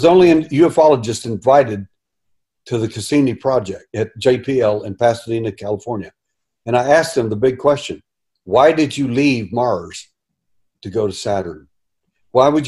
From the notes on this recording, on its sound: Food Forest Abundance Zoom Meeting